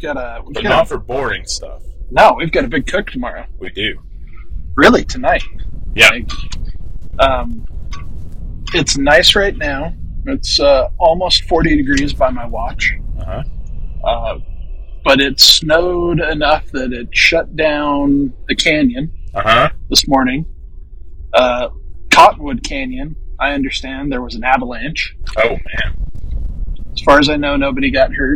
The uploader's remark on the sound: The audio in this episode is less than amazing